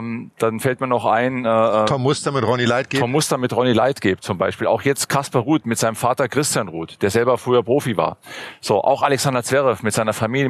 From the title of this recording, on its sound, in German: Live-Podcast vom ATP-Turnier in München